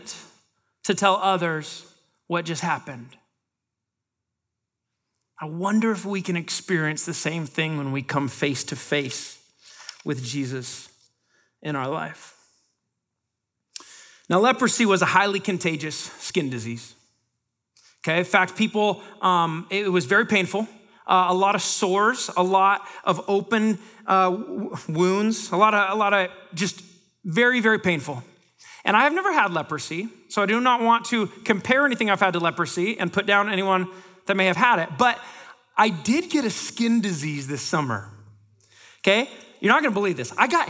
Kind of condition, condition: setting, live audience